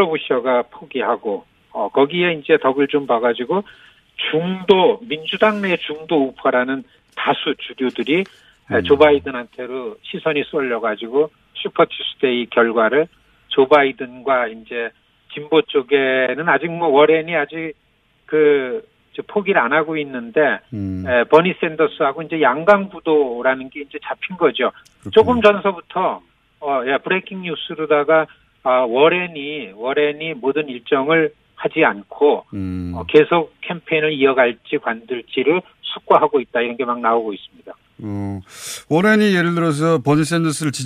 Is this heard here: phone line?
yes